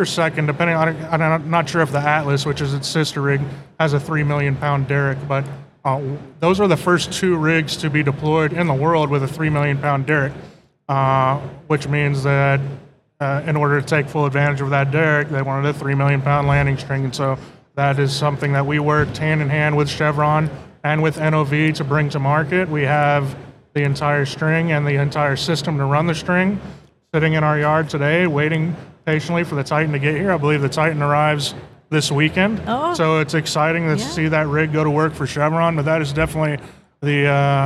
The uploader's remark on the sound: recorded at OTC 2023